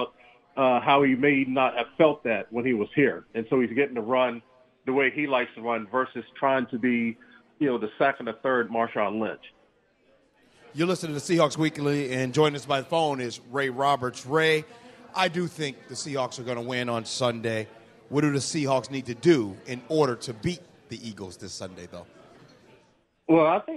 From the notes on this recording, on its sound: Seahawks Weekly live at Pearl Bar and Dining